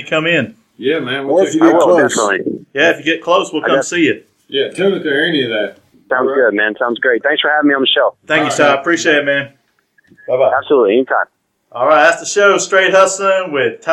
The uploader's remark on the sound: on the phone